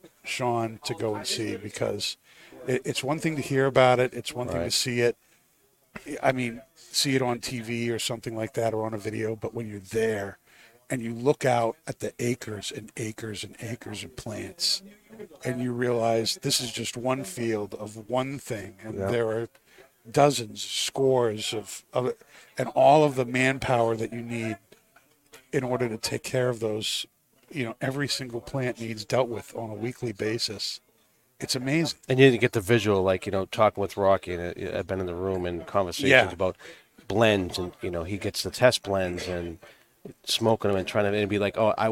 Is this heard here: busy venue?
yes